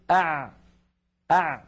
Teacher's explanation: زمن أع أطول من زمن أق، وأقصر من زمن أش أه أف